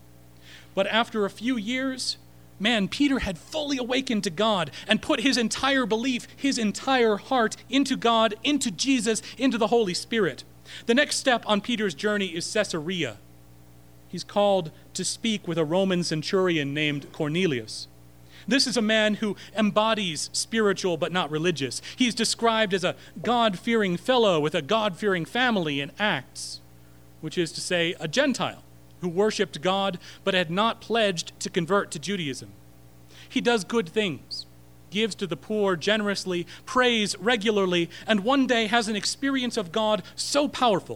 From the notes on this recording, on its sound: Recorded March 27, 2016 at Corona United Presbyterian Church